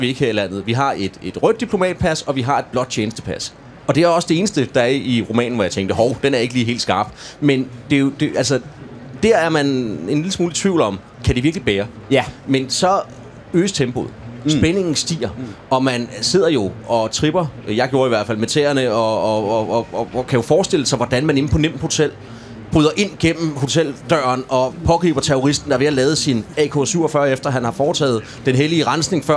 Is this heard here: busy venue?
yes